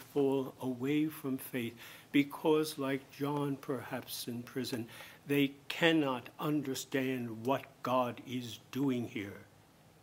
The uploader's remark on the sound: homily at Mass celebrated for the participants of the 2019 Marten Lecture